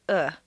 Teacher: The uh is one of the four reduced vowel sounds that are made in the throat.